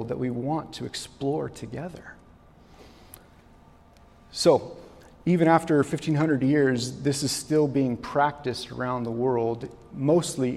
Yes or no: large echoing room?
yes